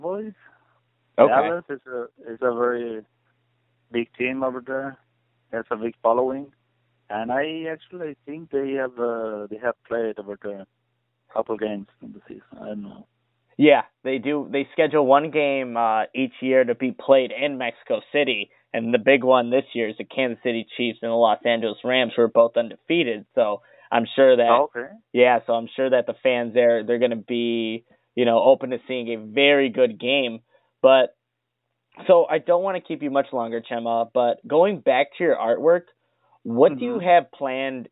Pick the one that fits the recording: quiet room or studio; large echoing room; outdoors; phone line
phone line